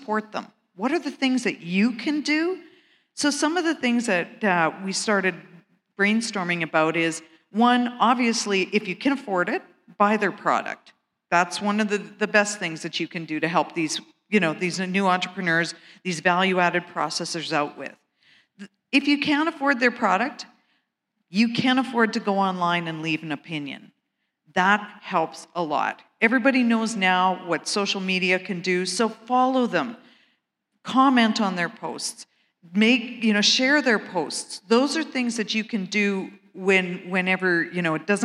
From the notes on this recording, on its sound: This is a special episode as we are sharing a live panel discussion put on by AWESOME at the Empowering Women’s Conference that took place at Canada’s Farm Show in Regina, SK.